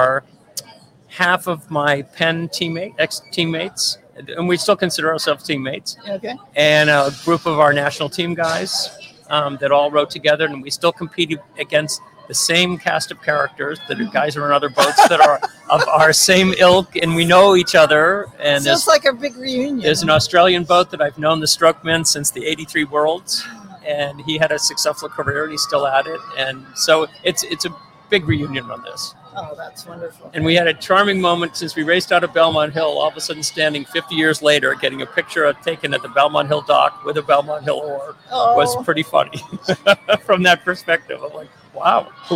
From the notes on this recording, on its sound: the site of our interview near Eliot Bridge on the Charles River in Boston